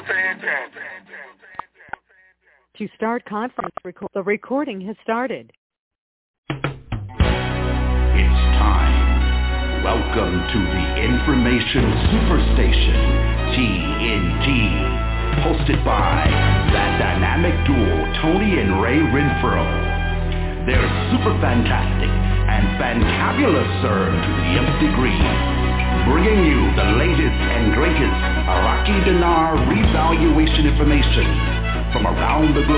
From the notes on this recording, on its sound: TNTSuperfantastic Conference Call